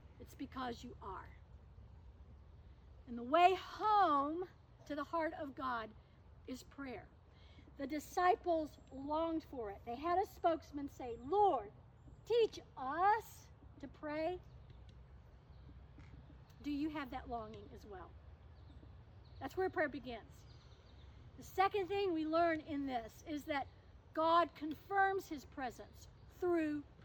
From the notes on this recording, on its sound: In these Covid-careful days, this service was held outside. We hope you are able to appreciate the sun and the birds and dogs, as well as the passing trucks and cars. Coming to you from Old South Presbyterian Church in Newburyport, MA.